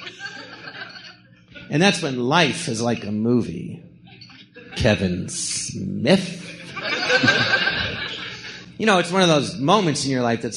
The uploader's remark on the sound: Recorded live at the Jon Lovitz Podcast Theatre.